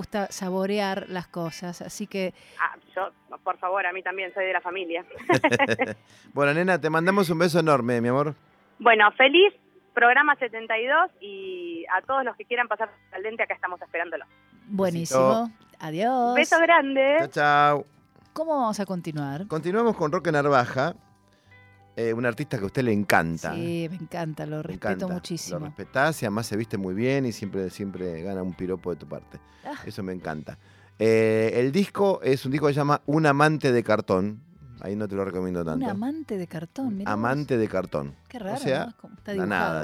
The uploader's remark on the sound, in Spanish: en charla telefónica